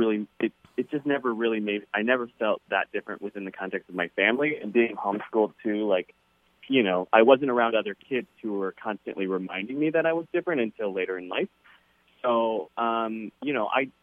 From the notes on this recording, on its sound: This over the phone interview is our full, unedited conversation.